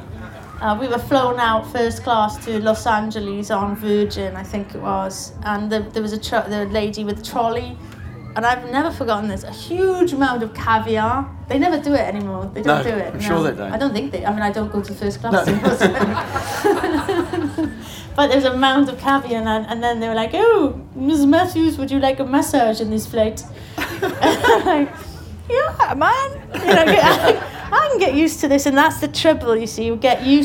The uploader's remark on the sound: In front of several hundred people at The Good Life Experience 2017. The audience join them in a sing-along.